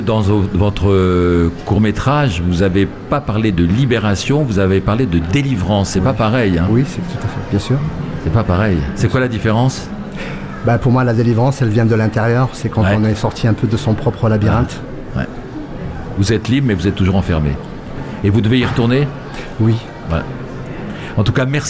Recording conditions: busy venue